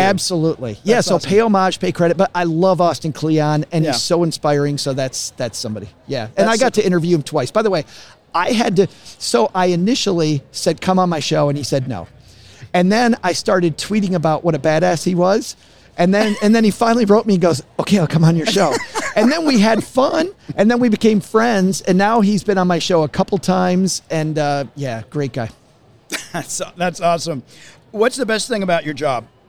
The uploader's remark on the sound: Recorded live at FinCon 2021, Austin, Texas.